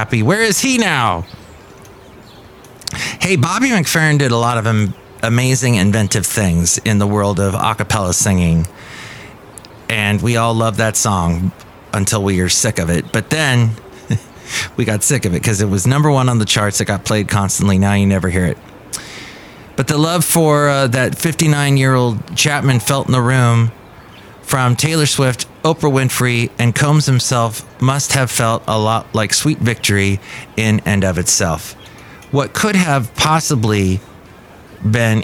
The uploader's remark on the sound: Podcasts live from Café Anyway.